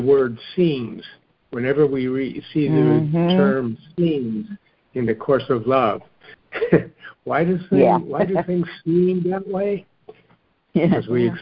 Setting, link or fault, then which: link, phone line